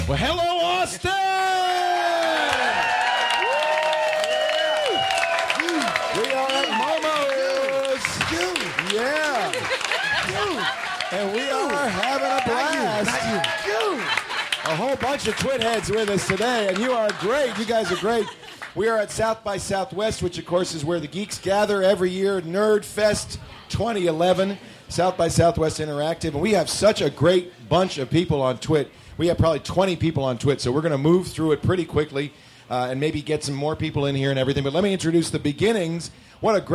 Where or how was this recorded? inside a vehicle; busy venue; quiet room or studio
busy venue